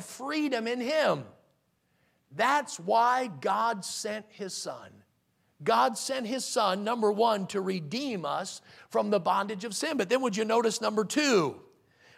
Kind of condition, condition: setting, large echoing room